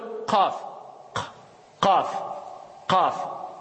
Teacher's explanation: C'est tout le fond de la langue qui travaille. · Oui, parce que ça, on a monté de degrés, là, on est au fond de la langue. Mais c'est le fond de la langue qui s'appuie contre le palais